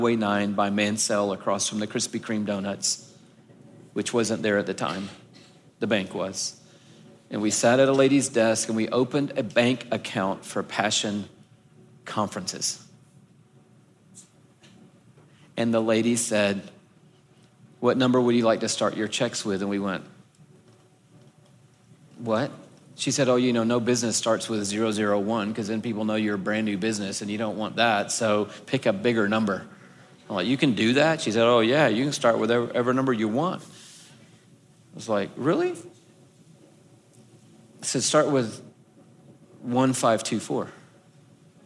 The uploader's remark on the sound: This conversation was recorded live at The Grove, a gathering for the women of Atlanta, Georgia.